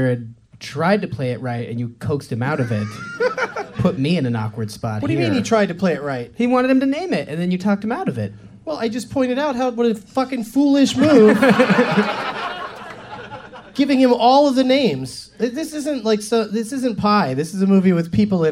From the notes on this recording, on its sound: Live from the Comedy Attic in Bloomington,